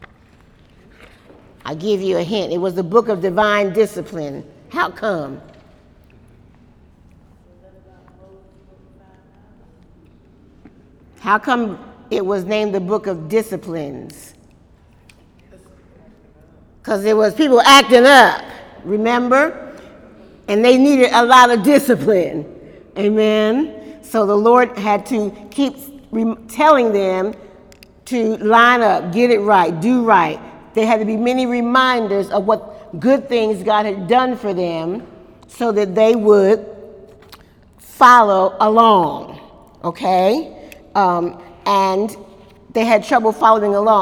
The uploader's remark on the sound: During Wednesday night service on May 2, 2018